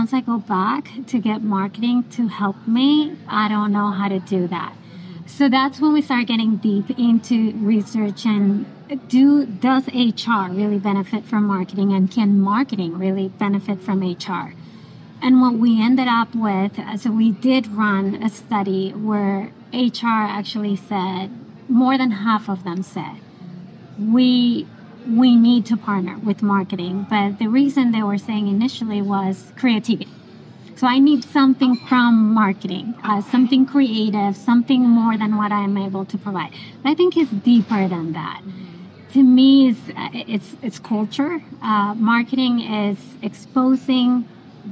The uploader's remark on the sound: live from the isolved Connect Conference in Nashville, TN